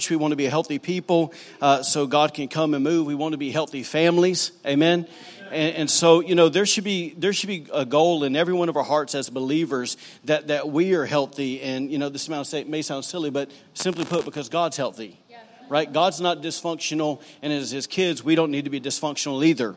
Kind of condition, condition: setting, large echoing room